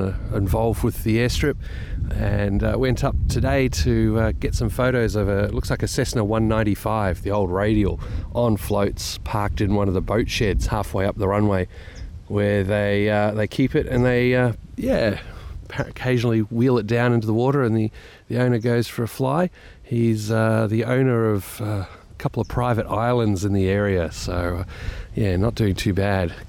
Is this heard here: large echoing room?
no